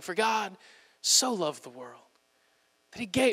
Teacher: read it like it's all monotonous, and it's all very breathy and airy and deep, you know, like Jesus is saying, for God so loved the world that he gave.